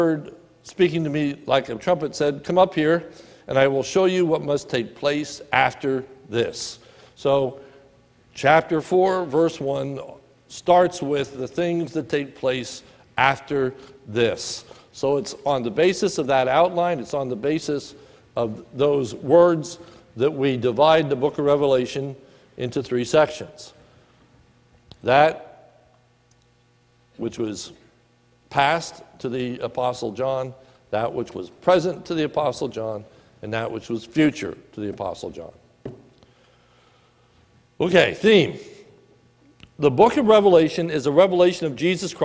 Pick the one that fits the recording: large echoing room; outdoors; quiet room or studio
large echoing room